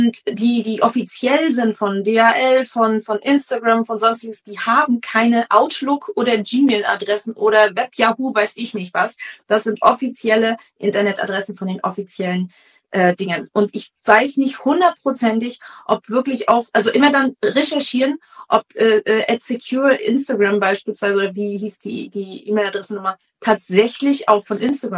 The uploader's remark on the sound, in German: Zur Qualität der Tonaufnahme: Dieses Mal ist es ein Instagram-Live-Interview gewesen